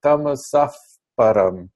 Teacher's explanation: as if that visarga, the H with a dot underneath it, is as if there's an F sound. It's actually called the upadmaniya, and it's a common change under certain circumstances.